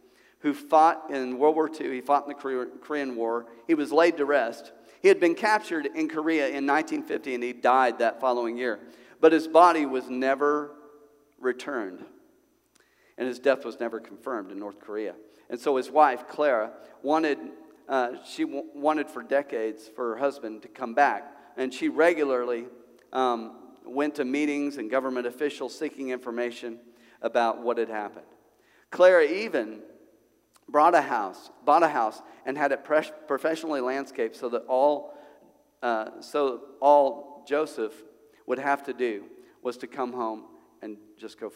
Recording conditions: large echoing room